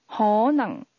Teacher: Maybe is pronounced with a combination of mid-rising and mid-falling tones.